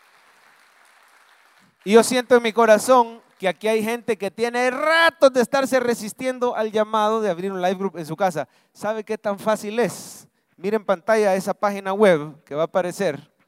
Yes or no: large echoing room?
yes